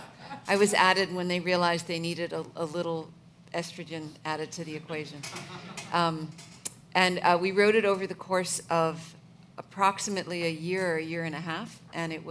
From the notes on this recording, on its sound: In a special daytime event. As part of The Long Now Foundation's “Conversations at The Interval” Salon Talks. These hour long talks are recorded live at The Interval, our bar, cafe, & museum in San Francisco.